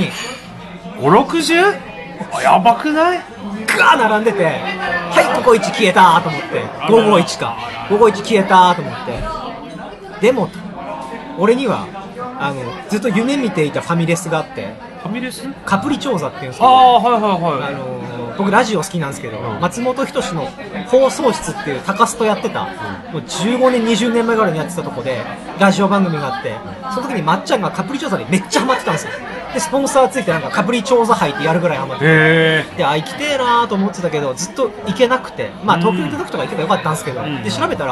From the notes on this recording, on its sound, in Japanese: 居酒屋で収録したので飲食店の騒音感があります